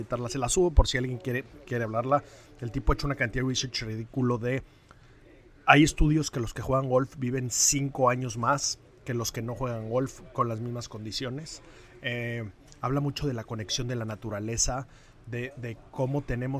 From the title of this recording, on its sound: Live From The OPEN